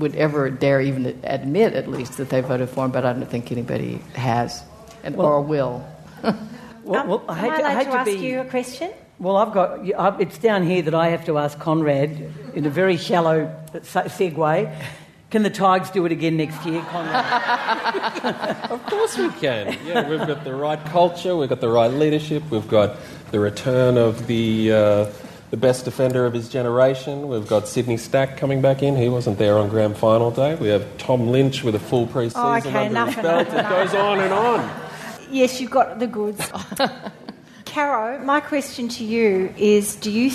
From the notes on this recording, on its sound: Live Christmas Show